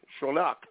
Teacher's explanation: it's that last syllable that has the heavier pronunciation